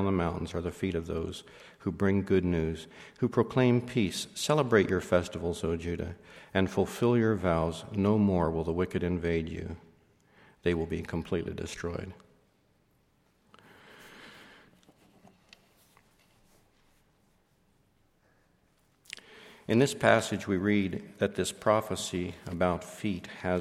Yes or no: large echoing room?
yes